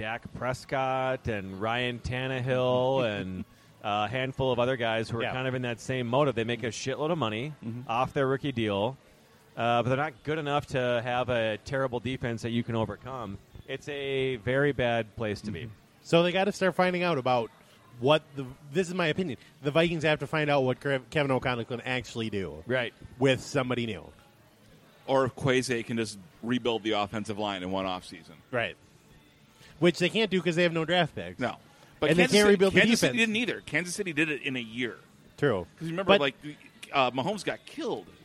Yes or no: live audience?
yes